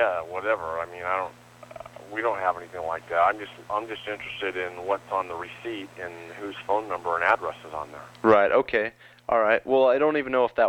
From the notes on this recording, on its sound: …'s Personal Prank Phone Calls Collection.